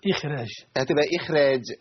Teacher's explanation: هنا هو تفخيم الراء بعد الخاء لكن إذا قرأنا لورش مثلا فالراء عند ورش إيه مرققة فتنزل الخاء من التفخيم إلى الترقيق